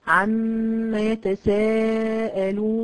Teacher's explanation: استدرت الشفتين وما اديتش فرصة للهواء إنه يخرج فخرج من الخيشوم بغنة · Term: الغنة